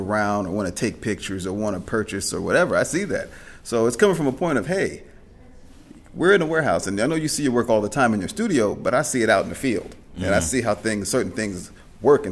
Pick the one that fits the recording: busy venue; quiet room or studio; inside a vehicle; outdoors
busy venue